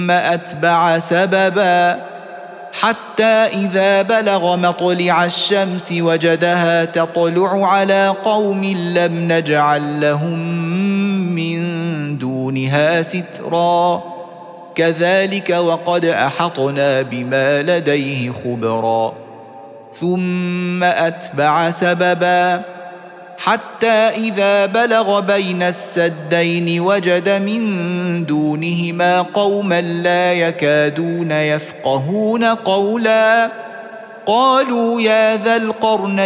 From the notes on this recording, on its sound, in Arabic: سورة الكهف مسجلة في مسجد فاون - بكندا.